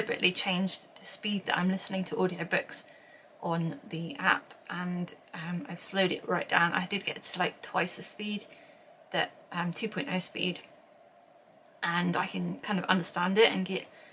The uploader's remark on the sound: Apologies if you can hear any background noise. I’m still learning how to use the camera!